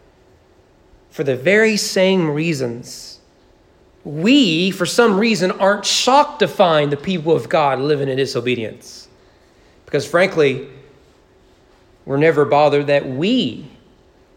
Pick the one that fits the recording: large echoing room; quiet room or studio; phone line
large echoing room